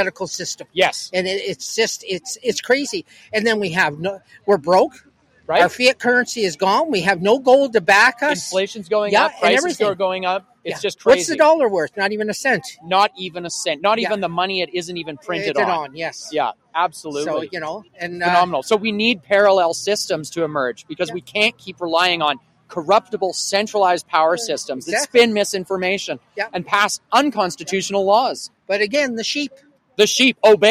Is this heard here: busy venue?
yes